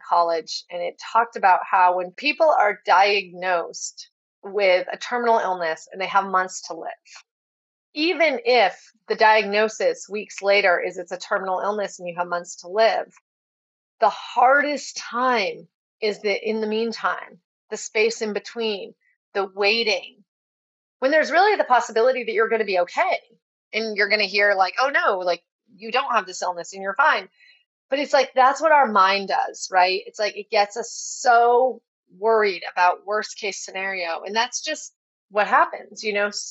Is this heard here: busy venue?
no